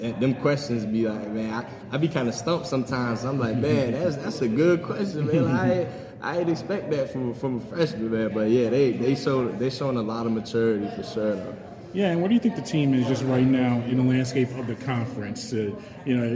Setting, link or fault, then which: setting, busy venue